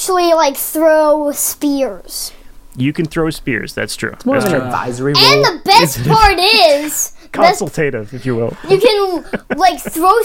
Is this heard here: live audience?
no